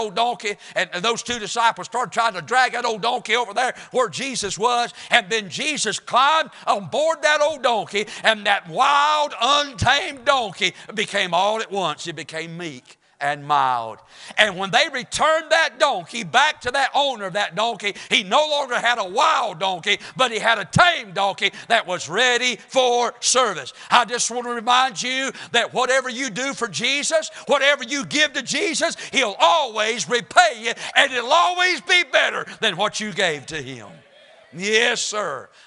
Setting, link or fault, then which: setting, large echoing room